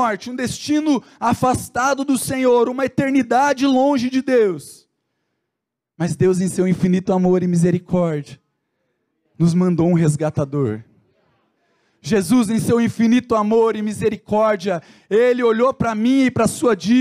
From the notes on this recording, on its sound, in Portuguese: Dia 13/02/2021 na Igreja ABA Curitiba (Transmitido ao vivo).